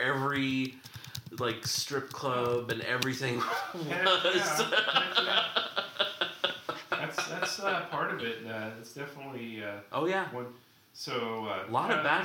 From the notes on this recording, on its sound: dealing with technical hurdles using our new recording equipment